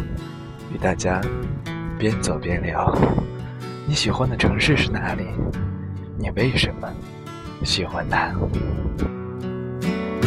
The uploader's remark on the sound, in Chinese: 独白-《在阳光和野花里聊北京》#边走边录。